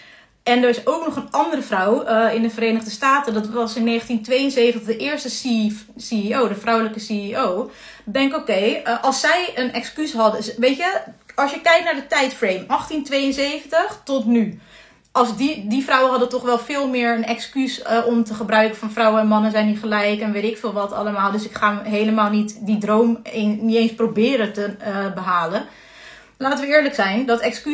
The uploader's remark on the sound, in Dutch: Deze maand neem ik iedere werkdag LIVE via Instagram een podcast op